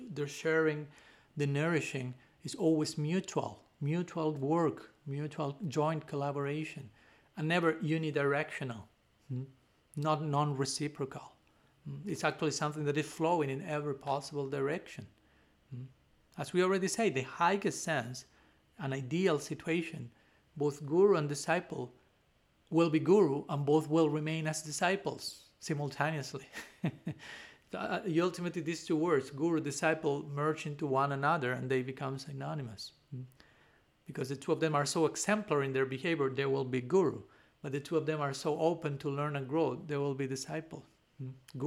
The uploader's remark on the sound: given at Radha-Gopinatha Mandira on March 14, 2023